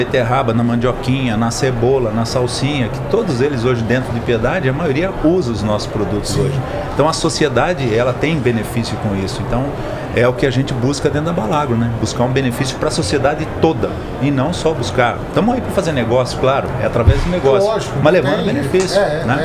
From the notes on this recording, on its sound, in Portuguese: Estamos ao vivo da Hortitec 2023